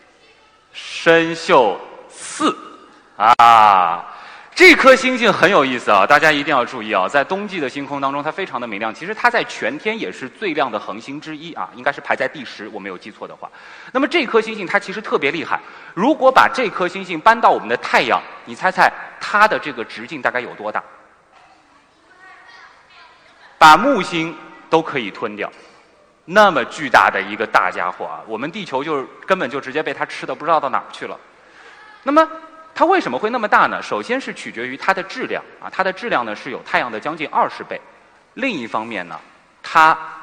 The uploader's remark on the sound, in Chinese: 429理性的力量科普演讲会现场实况录音